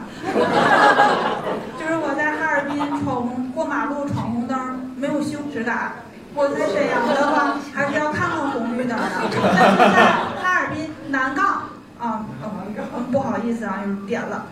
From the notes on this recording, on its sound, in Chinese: 这两期是同一次录制，因为音频时长过长，我们分成了上下两期。在大风天喜剧的剧场录制。